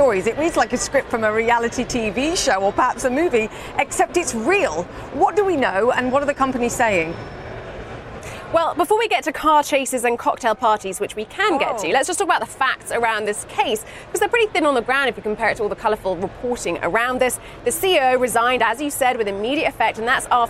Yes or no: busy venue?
yes